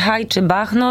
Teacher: Będzie to oczywiście krtaniowa głoska he